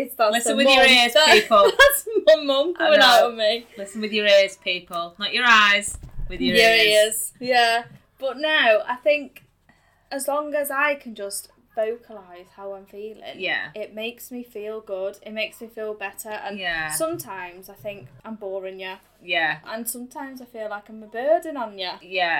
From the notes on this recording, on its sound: Please be aware we are complete novices and the recording/editing isn't great but we promise we'll be better next time.